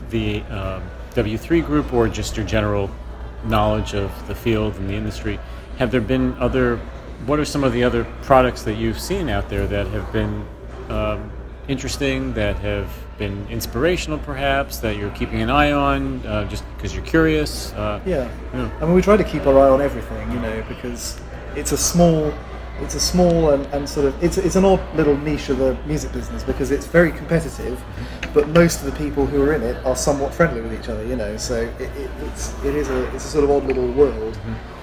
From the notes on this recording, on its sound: Apologies for the background noise — NAMM is not a quiet place!